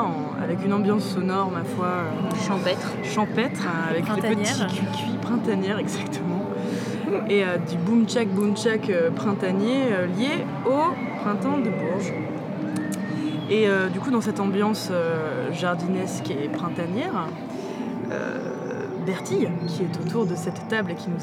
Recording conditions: busy venue